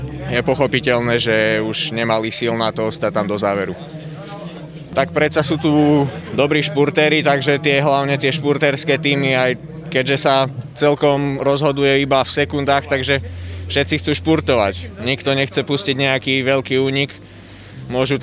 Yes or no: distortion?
no